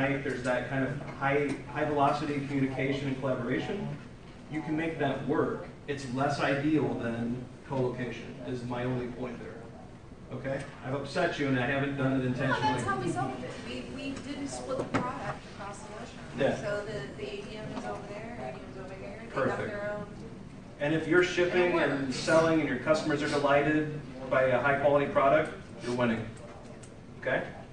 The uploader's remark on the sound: Presented at the Path to Agility Conference 2017. This weeks episode is a recording of the Advanced Scrum session. Presented at the Path to Agility Conference 2017.